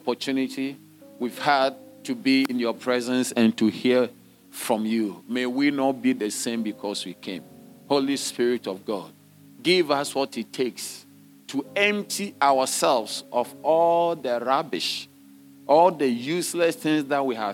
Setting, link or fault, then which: setting, large echoing room